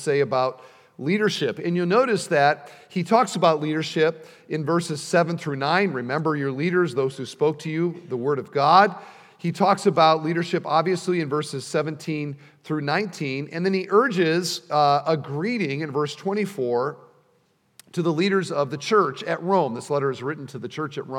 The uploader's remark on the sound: at the installation service